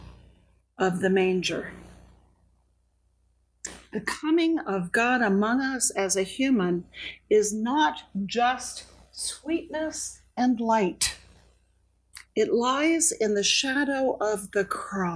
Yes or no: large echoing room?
yes